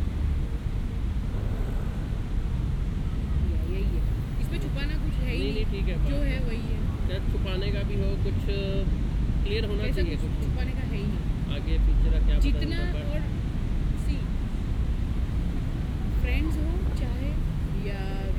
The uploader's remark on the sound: Bondi Beach. Featuring sounds recorded on location around the globe. This season comes from Australia! It's recorded using two microphones placed as if they were human ears.